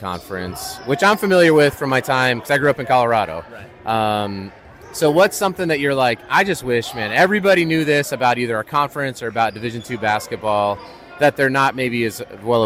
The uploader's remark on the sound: LIVE from the Tarkanian Classic in Las Vegas